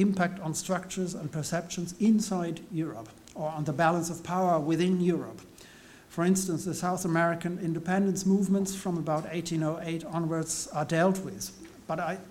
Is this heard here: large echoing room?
yes